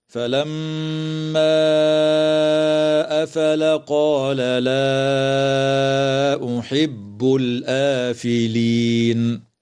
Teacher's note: وتمد الألف بعد الهمزة من قوله تعالى الآفلين من قبيل مد البدل بمقدار حركتين، وتنتهي الآية بالإجماع عند كلمة الآفلين، والوقف عليها من قبيل الوقف الكافي هكذا.